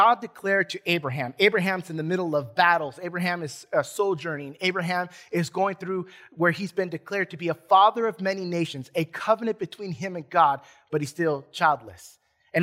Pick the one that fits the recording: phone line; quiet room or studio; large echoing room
large echoing room